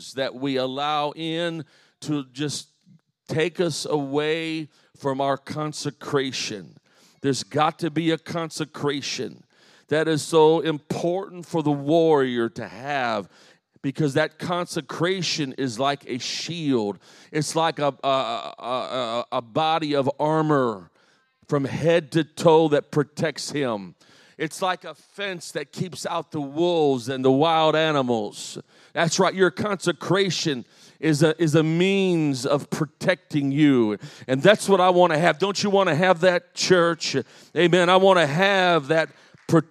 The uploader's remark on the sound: This is a live recording of a teaching.